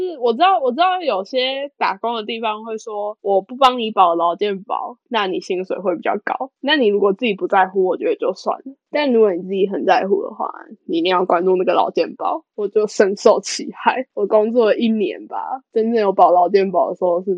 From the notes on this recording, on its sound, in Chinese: 大家有注意到我們的音質很爛嗎，因為我們救學分不救窮，學分要緊沒錢買麥克風啦！